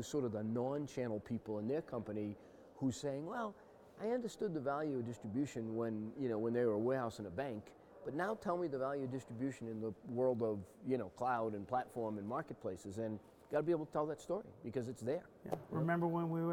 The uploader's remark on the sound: Live From XChange.